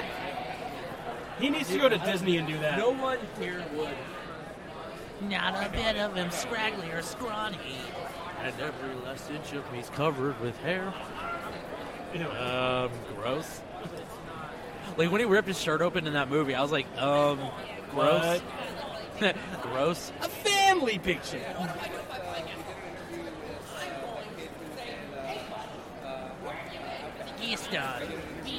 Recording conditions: busy venue